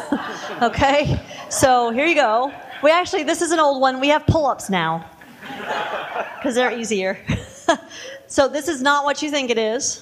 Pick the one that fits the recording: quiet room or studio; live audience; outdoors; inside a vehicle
live audience